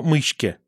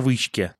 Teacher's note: во многих южно-русских говорах есть такое явление, как смягчение шипящих перед заднеязычными